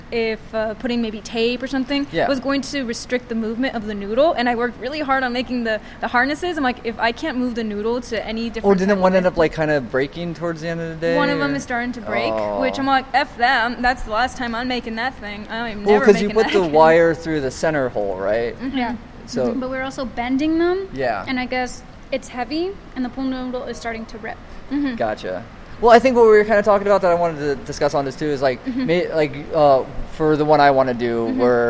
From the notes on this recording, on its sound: This was recorded a couple weeks back at Long Beach Comic Con 2016.